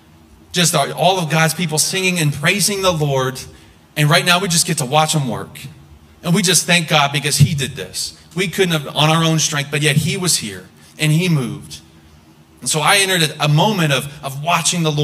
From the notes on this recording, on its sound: This message was preached on December 3, 2023 at FIVE39 Church.